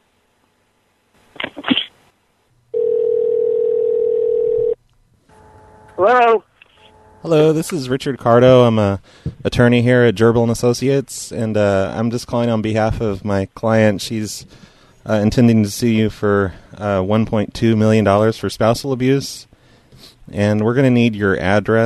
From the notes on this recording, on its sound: …'s Personal Prank Phone Calls Collection.